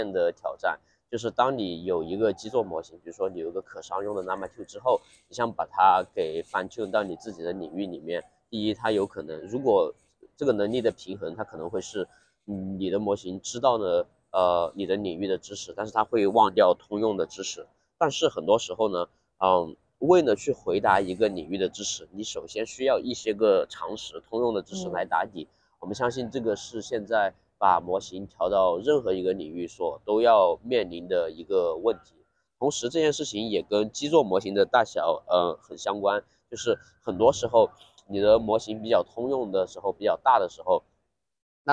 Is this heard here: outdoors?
yes